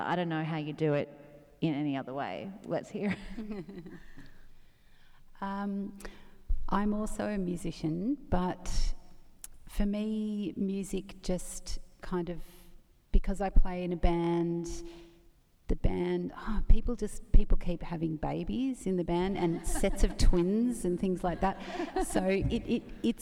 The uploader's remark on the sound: recorded at the 2017 Newcastle Writers Festival